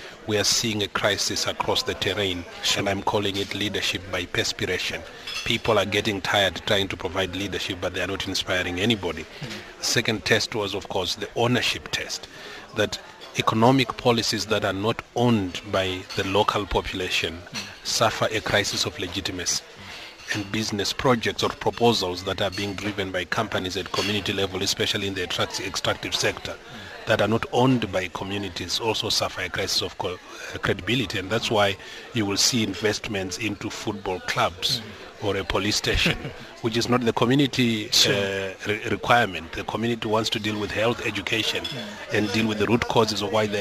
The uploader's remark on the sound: Africa Shared Value Summit (Outside Broadcast)